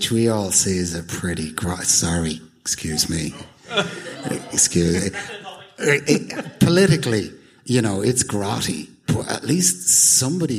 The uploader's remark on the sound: Live at the Sugar Club. Part 2 of our recent live show in the Sugar Club.